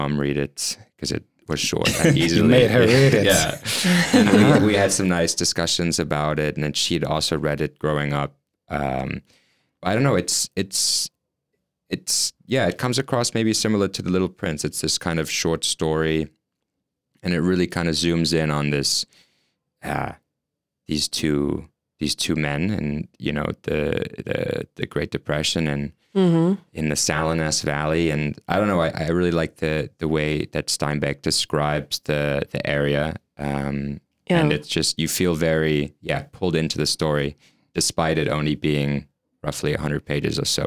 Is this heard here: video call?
no